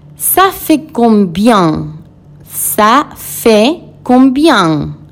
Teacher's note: Para fait no suena la T final y la AI es una E